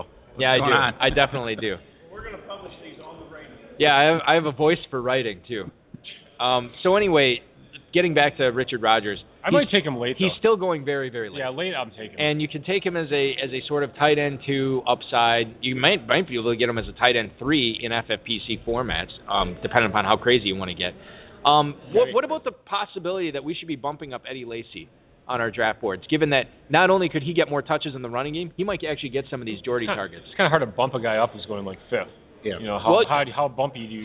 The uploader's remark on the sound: LIVE in Louisville at the Kentucky Fantasy Football State Championship. Broadcast remotely live at the Kentucky Fantasy Football State Championship (KFFSC).